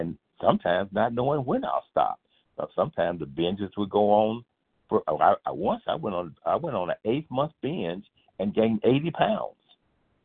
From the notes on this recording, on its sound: from the 100 Pounders Phone Meeting, 9/9/23